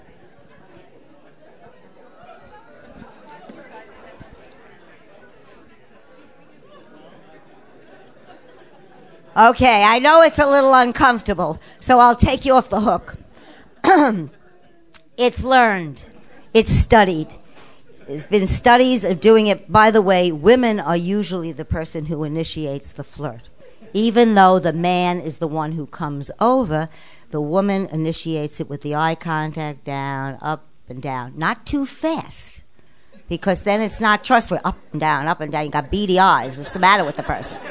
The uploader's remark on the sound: In front of a live audience. This show is a recording of a live event.